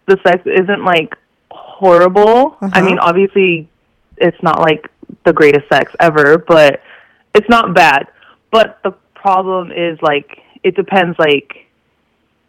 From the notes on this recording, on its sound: she call in to talk all about it